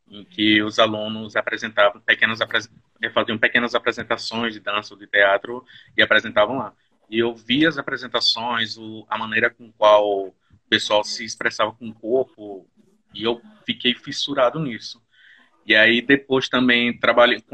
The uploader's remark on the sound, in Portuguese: Este episódio surgiu de uma Live no instagram